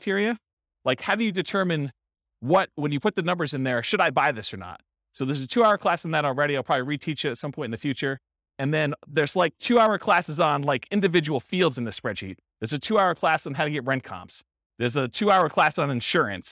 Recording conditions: live audience